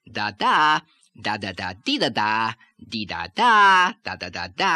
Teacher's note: this lilt alone, without any other changes in either resonance or pronunciation, can often start to give the impression of the Yiddish accent